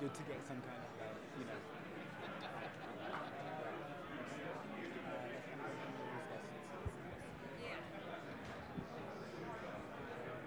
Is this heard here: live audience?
yes